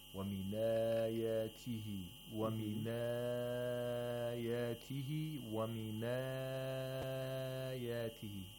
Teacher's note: Either two vowel counts, four vowel counts, or six vowel counts. · Term: Maddul badal